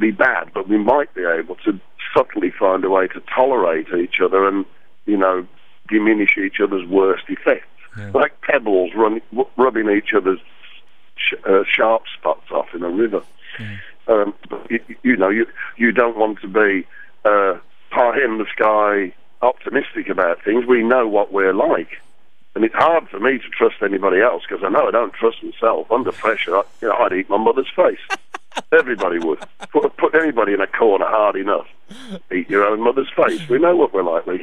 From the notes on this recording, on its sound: took some time on the phone